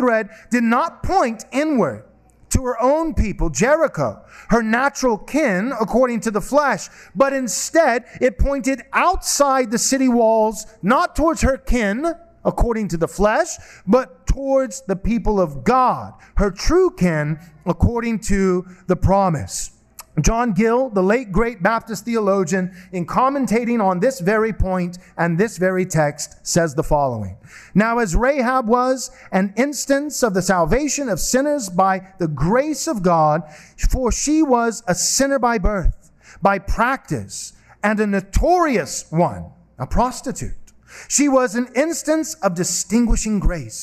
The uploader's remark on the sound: This sermon was preached at Covenant Bible Church